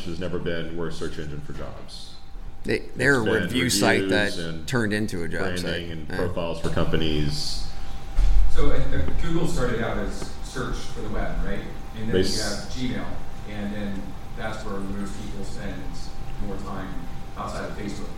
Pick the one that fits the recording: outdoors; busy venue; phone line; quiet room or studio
busy venue